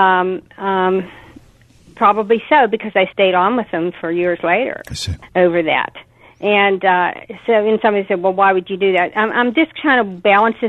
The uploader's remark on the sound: take phone calls from our listeners